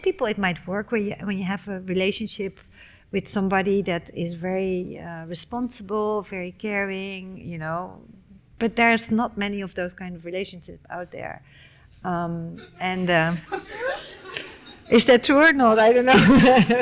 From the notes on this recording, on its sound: This is a live recording of a talk. At the Rietveld Academie in November 2023.